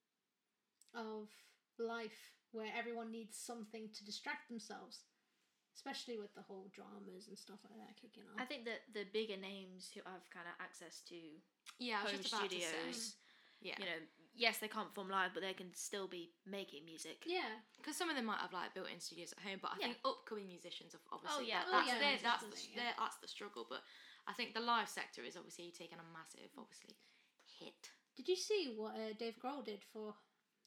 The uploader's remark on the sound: Microphone trouble